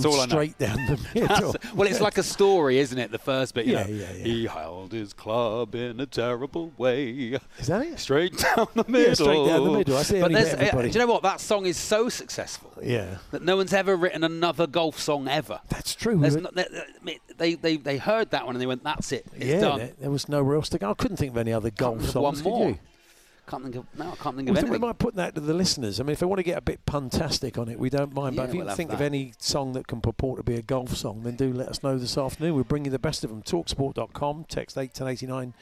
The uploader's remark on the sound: Live from The Centurion Club in Hertfordshire